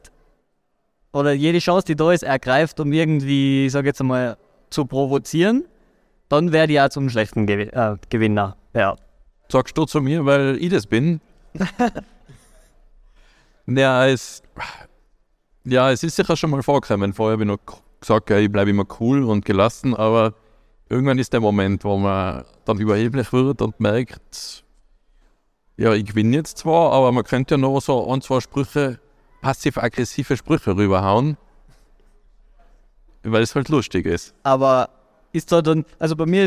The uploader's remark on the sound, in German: Live Podcast aus der Pineapps Gaming Area